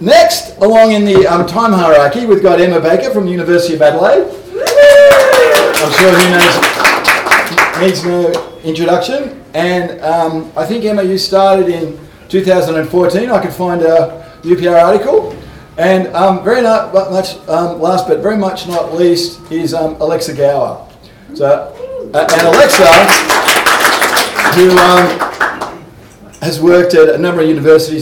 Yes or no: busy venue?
yes